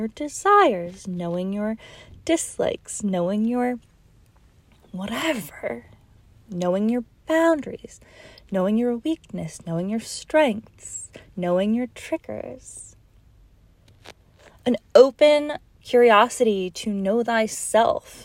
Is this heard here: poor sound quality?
no